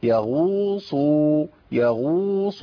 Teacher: الواو الاولى خدت حركتين يبقى الثانيه تاخد حركتين نفس الزمن